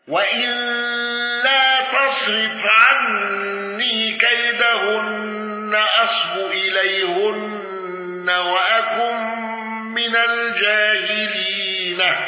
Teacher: يعقوب بقصر المنفصل والغنة